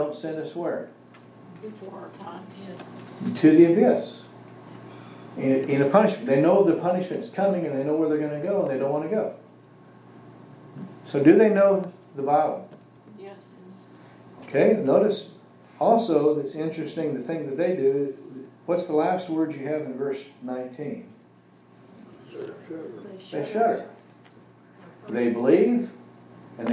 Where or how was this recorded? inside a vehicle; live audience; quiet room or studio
live audience